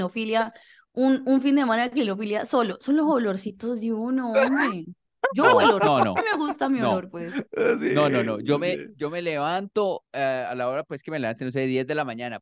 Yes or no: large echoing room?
no